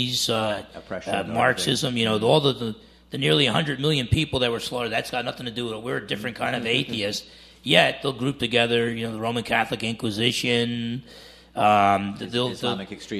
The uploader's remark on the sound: For a live audience conversation at Quilcene Bible Church.